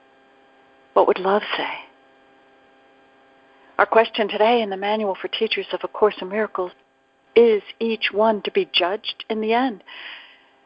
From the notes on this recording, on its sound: ACIM Daily TEXT Conference Call.